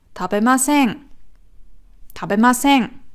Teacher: Das n ist noch mal so ein bisschen dran, aber die Betonung ist nicht auf dem n, nicht auf dem ma, sondern auf dem se